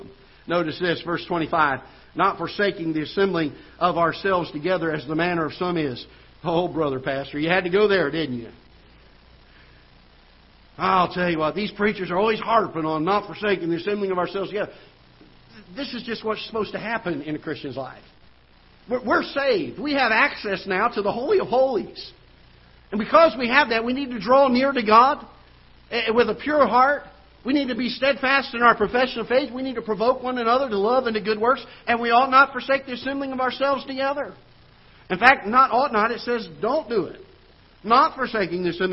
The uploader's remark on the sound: Ketha Heights Baptist Church ~ Live Broadcast